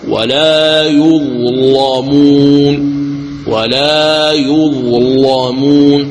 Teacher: تغلظ اللام لأنها مفتوحة وسبقت بحرف الظاء في كلمة واحدة والظاء ساكنة دون فاصل بينهما